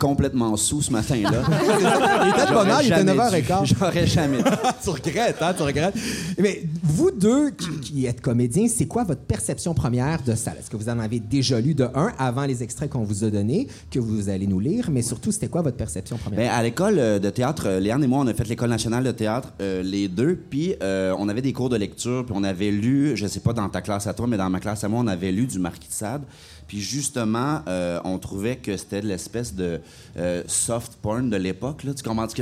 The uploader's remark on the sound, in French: Enregistré au Centre Phi à l’occasion de la Nuit blanche de Montréal le 4 mars dernier